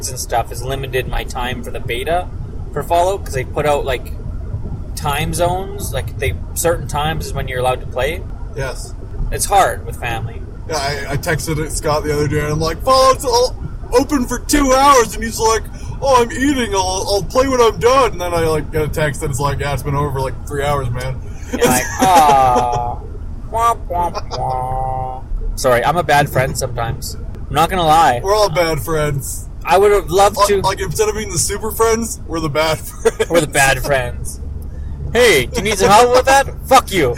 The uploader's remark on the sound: sorry about the poor audio its a travelling episode